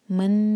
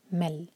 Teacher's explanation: نون کی آواز نہیں آئے گی بالکل بھی، سیدھا ہم جوڑیں گے میم کو لام سے · Shown in: second take · تو آواز آئے گی مل، من نہیں ہوگا، مل. · Term: ادغام بغیر غنہ